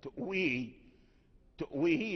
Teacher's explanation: الهمزة في لفظ تؤويه فتجتمع، فيجتمع واوان، تؤويه، تؤويه يجتمع واوان، الواو الأول المبدل من الهمزة والواو الثاني الذي هو أصل الكلمة